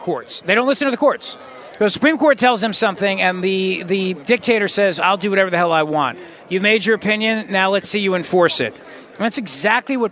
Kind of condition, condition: setting, busy venue